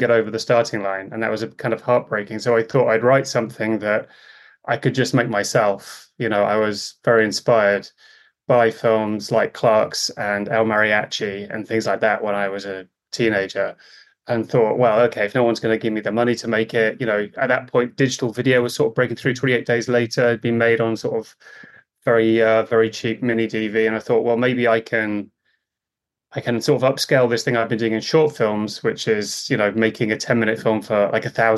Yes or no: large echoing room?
no